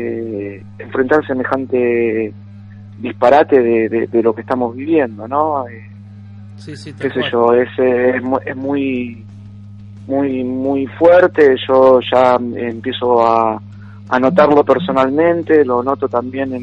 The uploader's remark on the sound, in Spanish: Entrevista telefónica